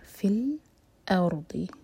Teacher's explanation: فی الارض، حمزہ پر cut off sound. فی الارض، حمزہ لائٹ، را ساکن ہیوی ضاد ہیوی